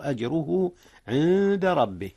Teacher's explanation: إخفاء هنا أيضا جاء يا أستاذنا. أخفيت النون قبل الدال إذ الدال من حروف الإخفاء